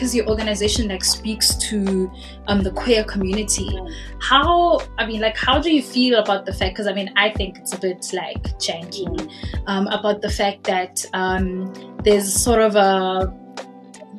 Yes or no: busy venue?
no